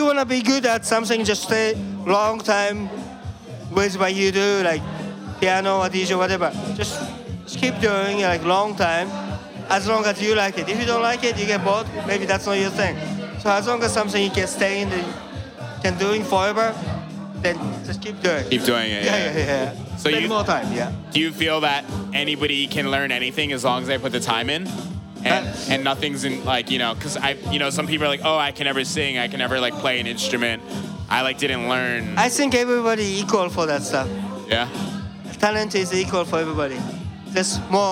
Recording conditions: busy venue